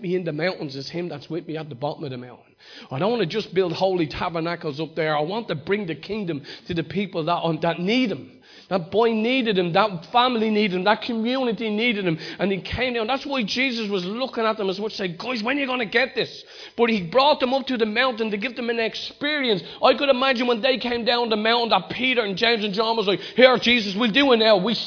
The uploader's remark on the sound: Recorded live in Liberty Church in 2019